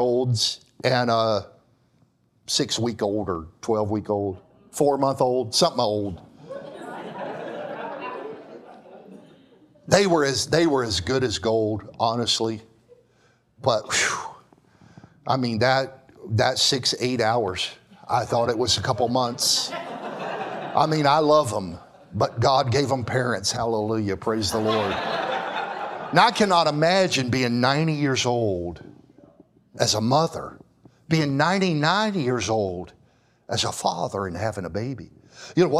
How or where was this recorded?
large echoing room